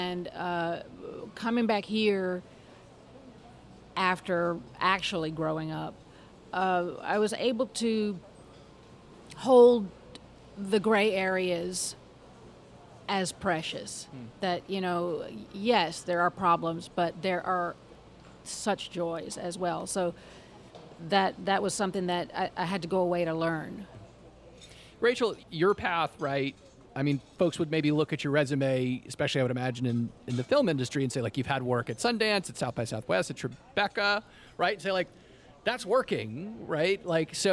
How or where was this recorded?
busy venue